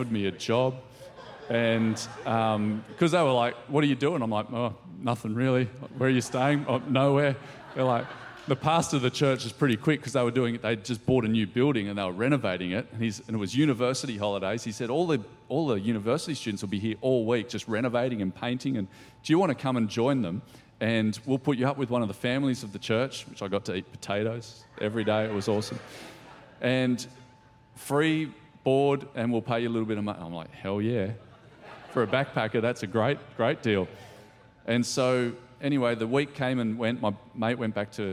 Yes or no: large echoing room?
yes